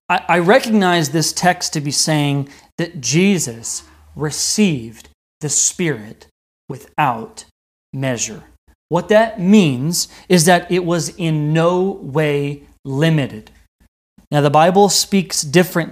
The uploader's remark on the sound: This message wad delivered on November 1st, 2020 at Redeemer Community Church.